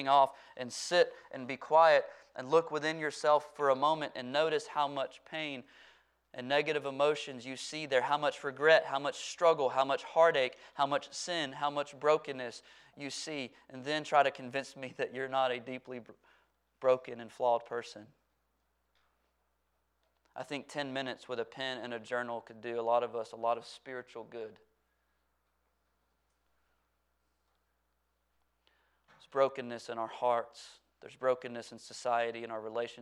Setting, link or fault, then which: setting, large echoing room